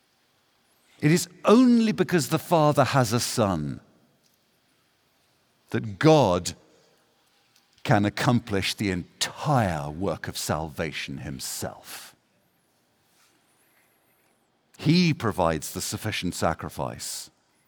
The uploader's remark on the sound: The following message was given at the Ligonier 2023 National Conference.